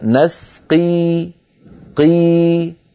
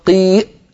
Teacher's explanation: إذا قلت قي الآن أنا تعمدت إقفال الوترين · Shown in: second take